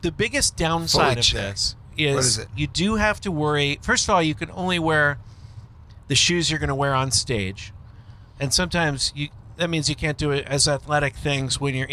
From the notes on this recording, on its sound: Flying Naked: A Montana Holiday Roadtrip Special. Recorded while driving through Montana.